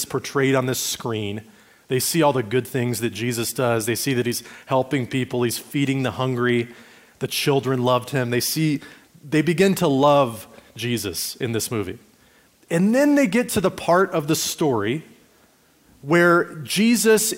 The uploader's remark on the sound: Recorded at Liferoads Church in Spokane, Washington, on Easter Sunday, April 9, 2023.